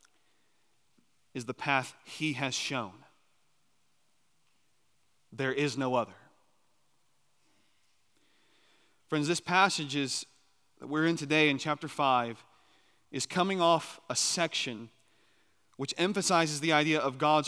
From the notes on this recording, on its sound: on the morning of April 2, 2023, at Chaffee Crossing Baptist Church in Barling, AR.